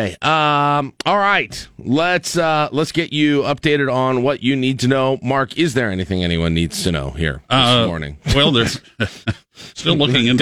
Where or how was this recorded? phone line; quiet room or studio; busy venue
quiet room or studio